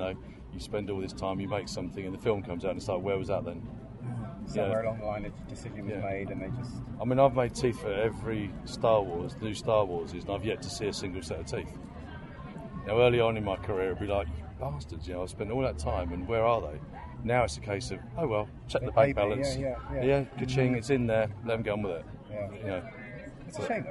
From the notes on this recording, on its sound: outside the venue as it was far quieter than inside